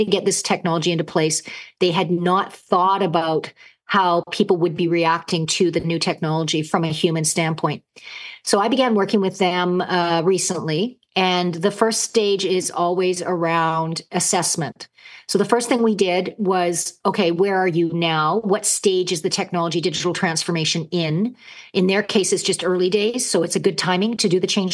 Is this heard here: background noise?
no